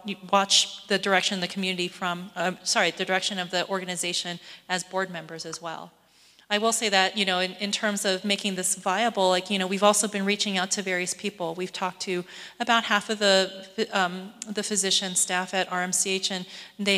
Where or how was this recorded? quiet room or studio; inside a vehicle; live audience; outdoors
live audience